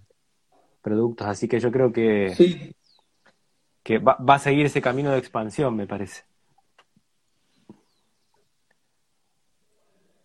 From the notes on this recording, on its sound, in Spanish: Audio de la charla en vivo por Instagram